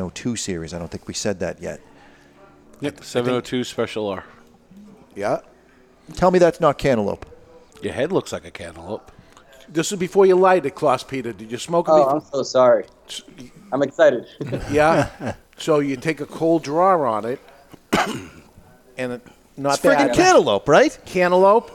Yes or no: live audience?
yes